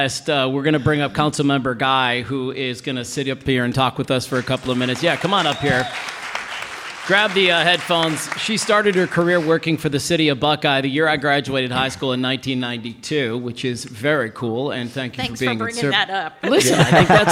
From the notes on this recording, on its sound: Our first LIVE podcast. Today’s show is brought to you LIVE from Buckeye. Speak to an audience and record the show at the same time.